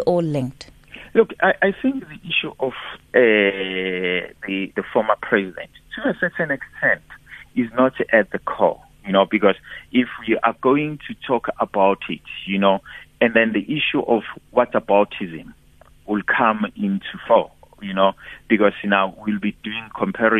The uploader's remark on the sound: we are joined on the line